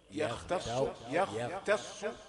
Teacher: يختص برحمته. يا رقيقة، خاء مفخمة، تاء رقيقة، صاد مفخمة